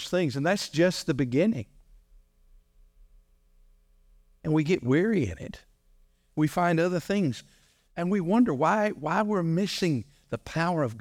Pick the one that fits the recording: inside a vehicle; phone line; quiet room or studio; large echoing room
large echoing room